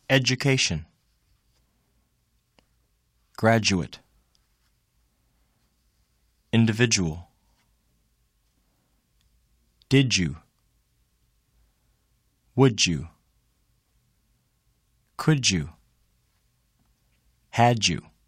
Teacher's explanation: The sound D followed by U is pronounced J.